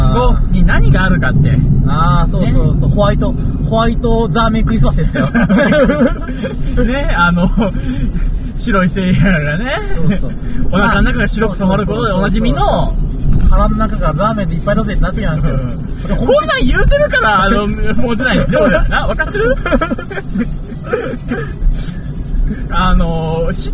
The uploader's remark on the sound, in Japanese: 久々の車内収録